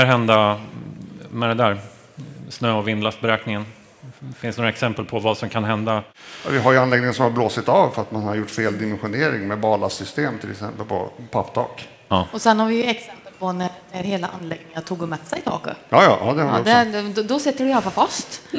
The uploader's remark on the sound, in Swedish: Elinstallapodden Live från Elfack